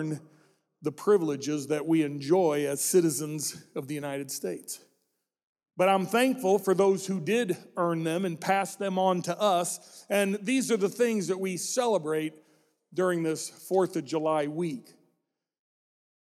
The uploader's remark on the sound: This message was recorded during our "Celebrate America" service.